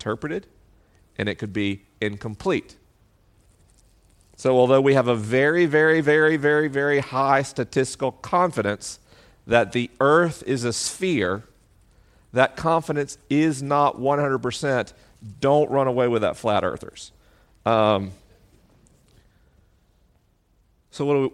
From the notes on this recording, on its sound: LIVE in Boston, MA. This week is a live episode: the questions are unscreened and the answers are unrehearsed.